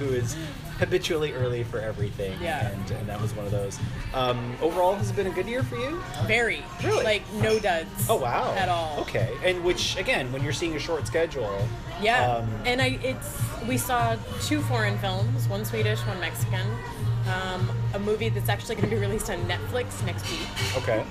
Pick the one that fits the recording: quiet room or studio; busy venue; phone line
busy venue